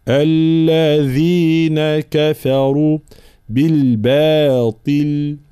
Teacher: الذال هذه فيها صفة الرخاوة والجهر